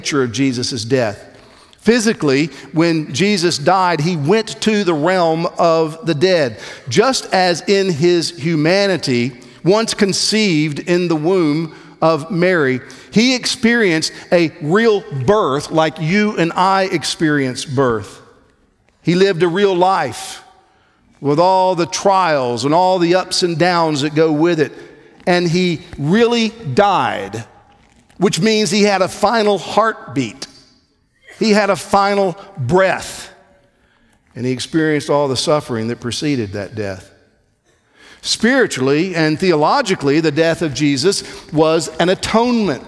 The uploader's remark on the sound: on January 18, 2024 at the Founders "Remember Jesus Christ" national conference in Southwest Florida